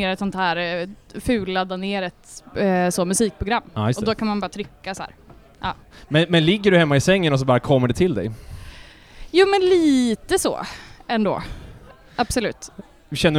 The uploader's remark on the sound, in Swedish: från spelningen på K103 Off The Record på Oceanen den 1:a september 2022